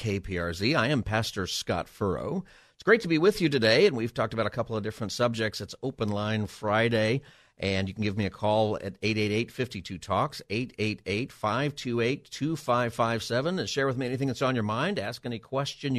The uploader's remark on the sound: Open Phone Friday